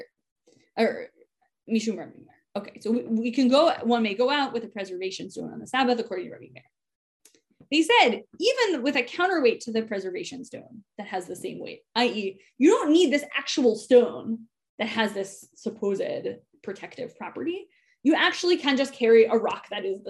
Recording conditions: video call